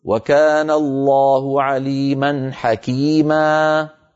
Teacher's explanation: هذه الألف تمد بمقدار حركتين وتلحق بالمد الطبيعي · Term: مد عوض